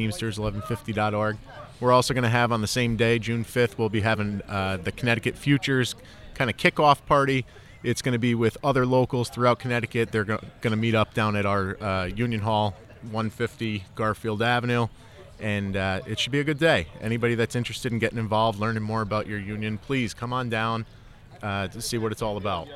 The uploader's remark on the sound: On Location from the TVC Scramble